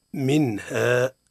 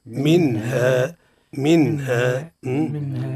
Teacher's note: أتى بعد حرف من حروف الحلق الست اللي هو الهاء، حكمها الإظهار.